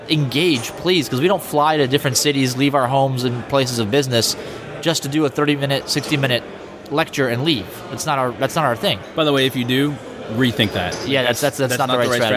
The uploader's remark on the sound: live from HTCIA Conference 2015 in Orlando, FL